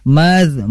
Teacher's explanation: ada tanwin bertemu mim, ini adalah idgham bigunnah. Maka harus ditahan sebagaimana tadi yang saya bacakan mazmumamma.